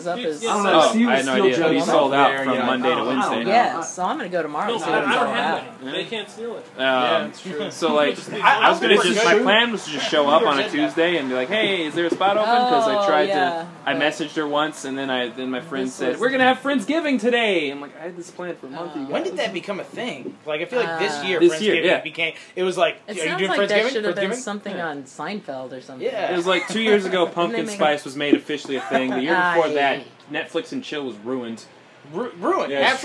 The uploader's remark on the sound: Jackelope Jack Open Mic pre show. We decided to record pre-show hang-out.